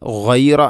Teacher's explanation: വൈറ എന്ന് പറയാതെ ഗൈറ എന്ന് തന്നെ, തൊണ്ടയുടെ ഏറ്റവും മുകൾ ഭാഗം · Term: ഗൈൻ